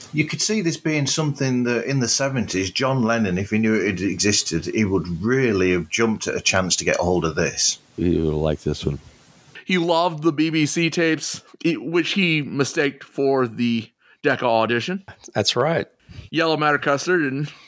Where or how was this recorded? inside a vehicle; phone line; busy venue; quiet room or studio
quiet room or studio